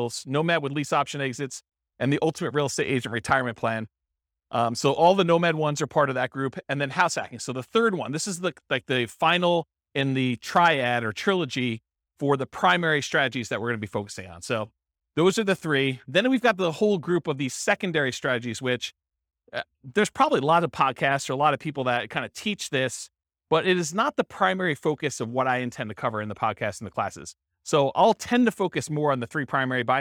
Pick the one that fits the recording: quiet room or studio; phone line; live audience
live audience